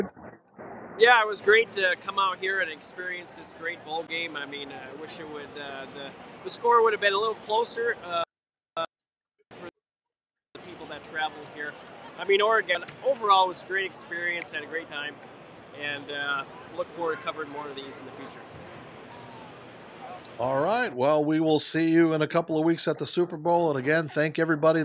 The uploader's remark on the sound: Live from the 2024 Fiesta Bowl. Live from State Farm Stadium!